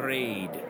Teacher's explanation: Raid is a word that ends in a voiced alveolar stop. With a flick of my supersonic laser pointer, I will change the manner of articulation of that last segment from oral stop to nasal.